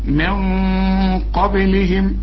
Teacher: النون هنخفيها مع القاف ونفخم الغنة · Term: حروف الاخفاء